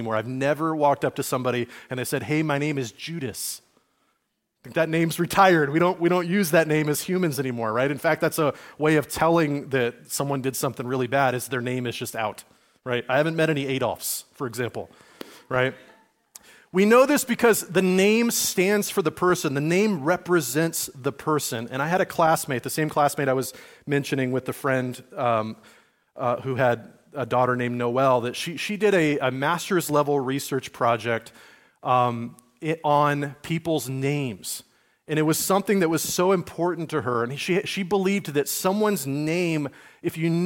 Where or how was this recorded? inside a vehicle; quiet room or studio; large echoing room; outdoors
large echoing room